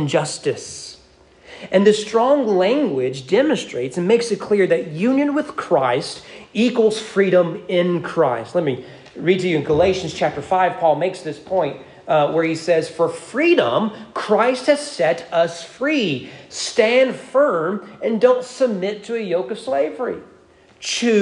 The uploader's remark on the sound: Sermon preached on April 30, 2023 at East Frankfort Baptist Church during morning worship.